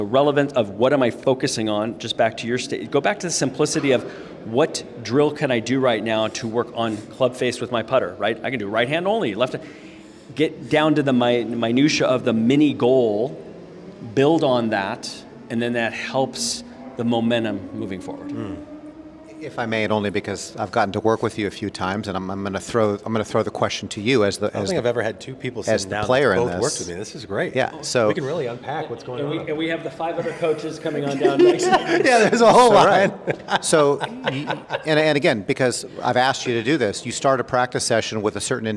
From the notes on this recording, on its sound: LIVE from the PGA Show